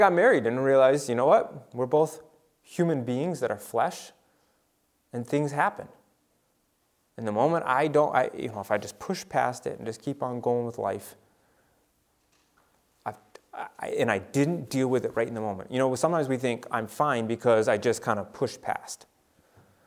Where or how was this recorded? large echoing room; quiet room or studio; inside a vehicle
large echoing room